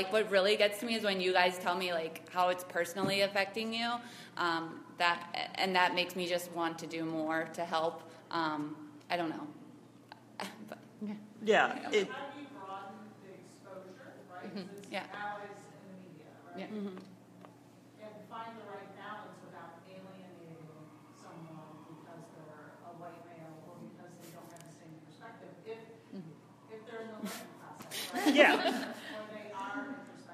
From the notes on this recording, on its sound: ClexaCon 2017 Allies in the Media panel